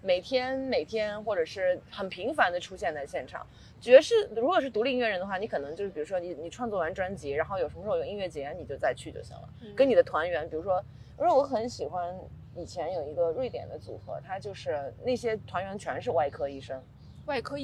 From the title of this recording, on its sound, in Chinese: 此刻我坐在纽约的中央公园